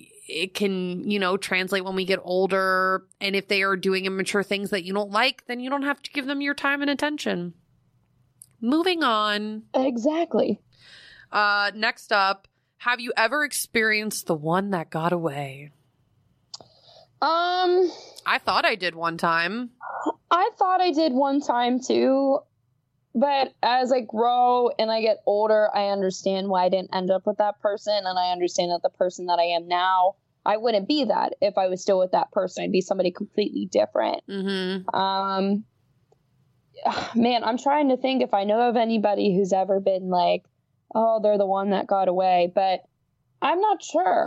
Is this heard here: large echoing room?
no